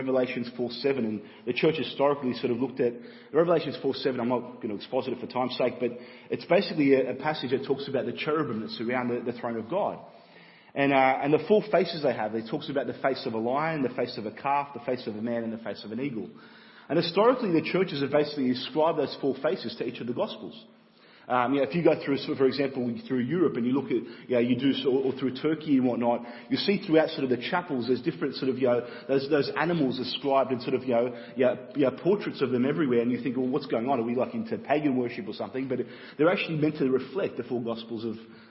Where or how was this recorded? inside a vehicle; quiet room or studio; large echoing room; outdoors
large echoing room